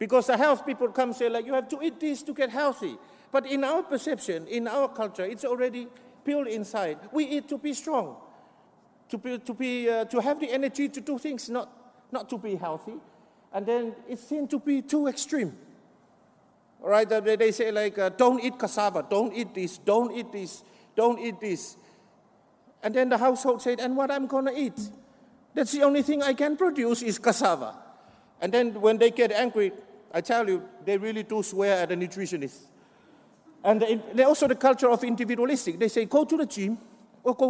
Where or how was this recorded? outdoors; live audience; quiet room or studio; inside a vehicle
live audience